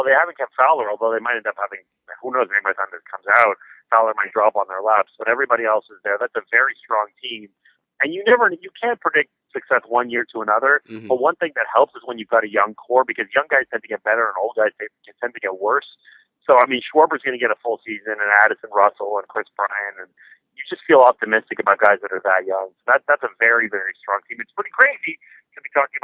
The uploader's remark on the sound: on the phone